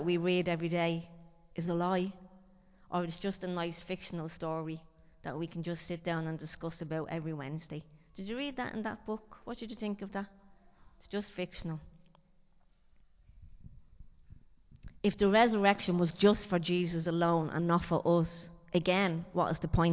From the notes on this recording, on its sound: Recorded live in Liberty Church on 30 April 2023